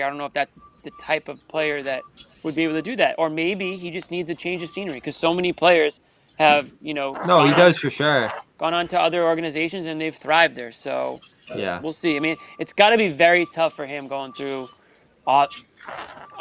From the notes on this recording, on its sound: LIVE from the TD Garden